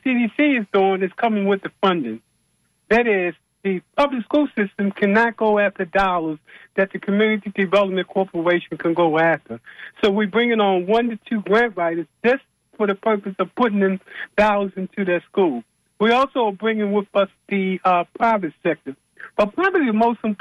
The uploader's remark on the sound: unique magazine format call-in show